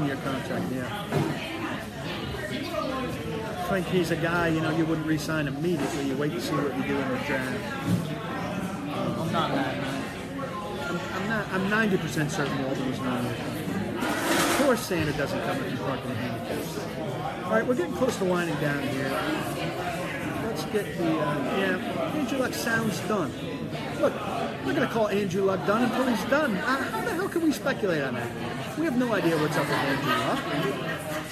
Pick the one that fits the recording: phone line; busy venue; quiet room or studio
busy venue